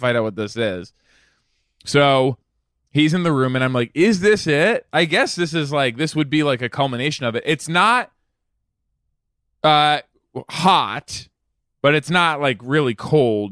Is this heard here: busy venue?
no